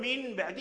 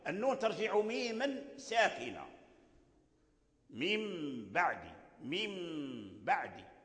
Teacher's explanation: فأنت تنطق بالميم الأولى المكسورة ثم تنطق بميم ساكنة · Shown in: second take